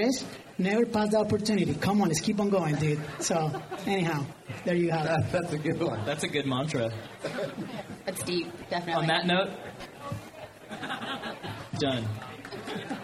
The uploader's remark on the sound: Fear, not loathing, in Las Vegas (Live). I get a decent recording from the live event at Mountain Gear‘s Red Rock Rendezvous. This premier climbing festival brings in hundreds for clinics, climbing, music, beer, and…well, lots of beer.